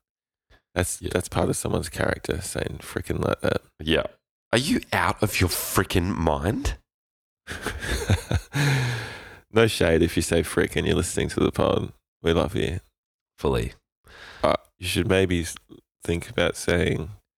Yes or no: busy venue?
no